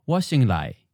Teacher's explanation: And because there's a contraction, the two syllables just sound like one, with a short mid-falling tone, sort of like a third tone or even like a fourth tone